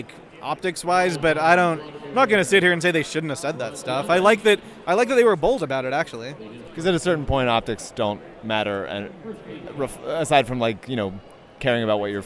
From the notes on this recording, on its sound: went to Summer League and recorded almost the entire thing